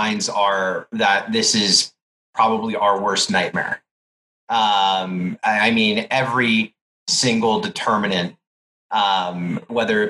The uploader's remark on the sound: meeting online for last week’s live webinar